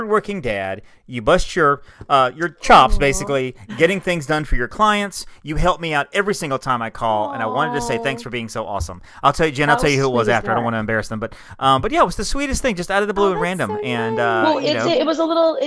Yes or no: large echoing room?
no